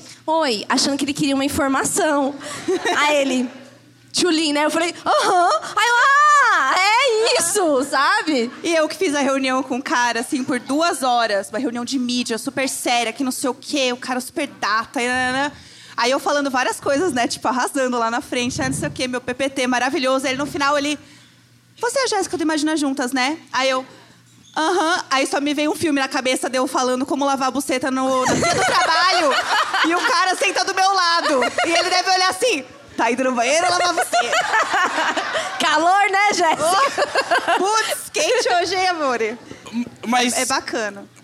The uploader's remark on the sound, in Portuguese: Imagina ao vivo em BH.